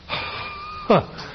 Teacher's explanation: a voiceless, glottal, fricative. You're generating turbulence actually at the vocal cords